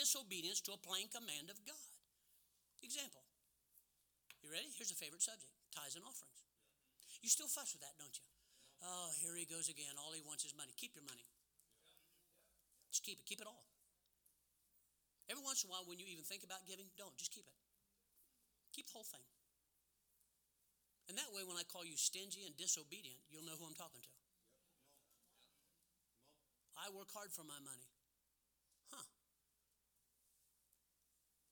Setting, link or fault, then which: setting, large echoing room